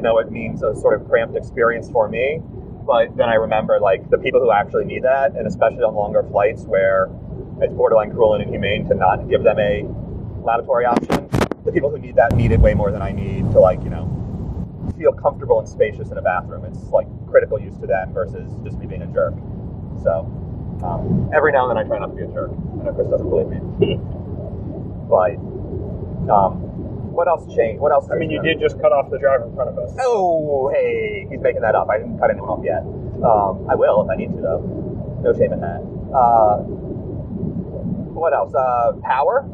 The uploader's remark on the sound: This week’s show was recorded on the drive back to the airport